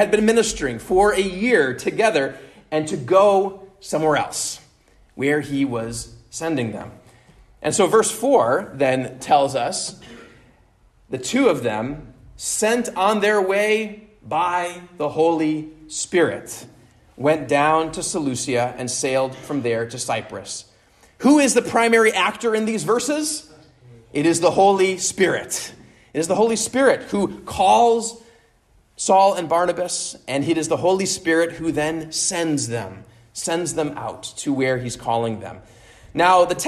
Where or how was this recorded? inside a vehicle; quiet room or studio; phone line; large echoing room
large echoing room